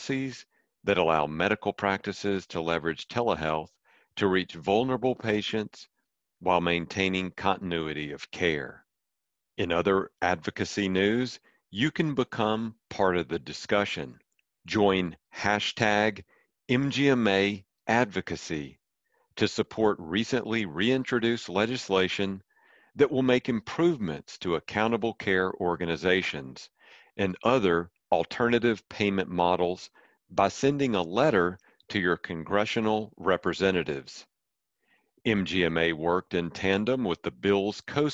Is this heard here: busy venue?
no